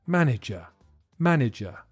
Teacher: listen to the middle syllable because it sounds like a weak I